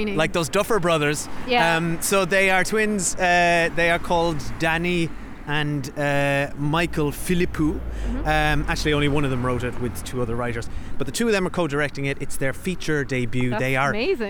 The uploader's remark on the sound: We walk and talk